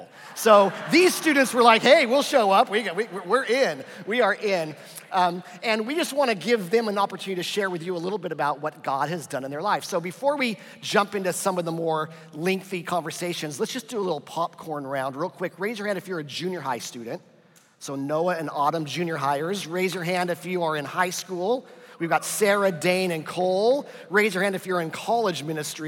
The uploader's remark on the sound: This weekend, we combined our regular service with Saddleback Student Ministries for a time of worship, panel conversations with students.